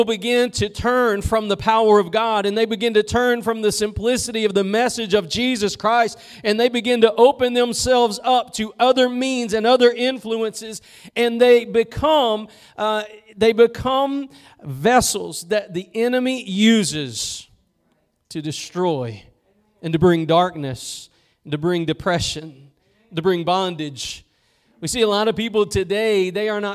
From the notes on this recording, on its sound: Preached at Gospel Lighthouse in Bossier City, La.